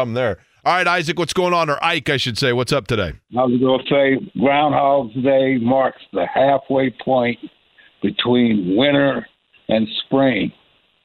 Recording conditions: phone line